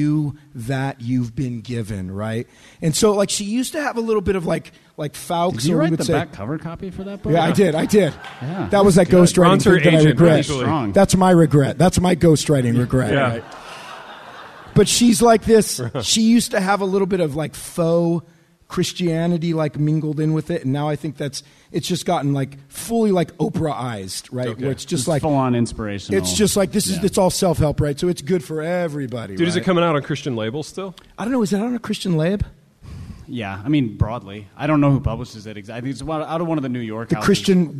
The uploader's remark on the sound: INDY LIVE. LIVE IN INDIANAPOLIS.